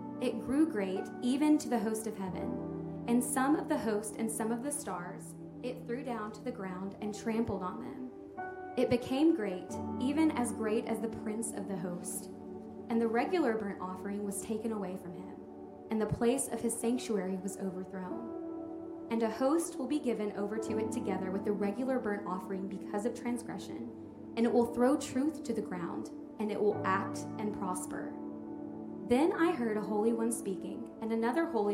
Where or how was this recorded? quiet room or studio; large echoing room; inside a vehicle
large echoing room